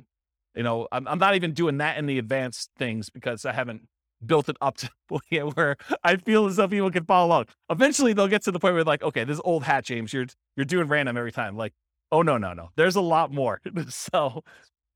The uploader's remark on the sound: This was a live class recorded